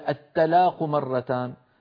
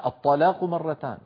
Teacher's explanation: إن فخمنا التاء صارت طاء، وإن رققنا الطاء صارت تاء · Shown in: first take